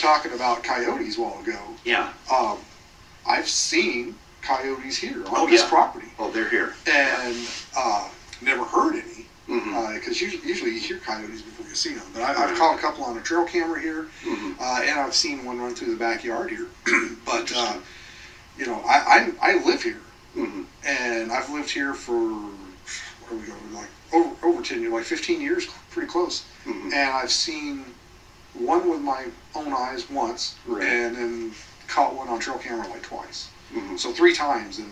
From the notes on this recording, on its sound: AUDIO QUALITY WARNING: Not the best audio.